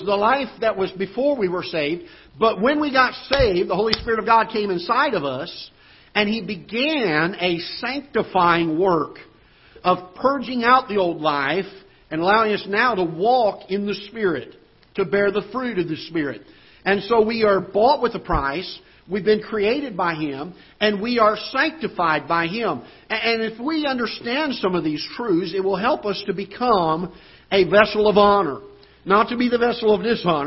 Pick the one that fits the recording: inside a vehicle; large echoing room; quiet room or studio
large echoing room